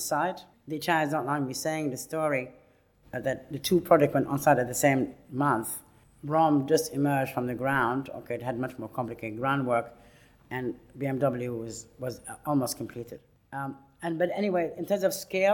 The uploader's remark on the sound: Lecture at RIBA, 2006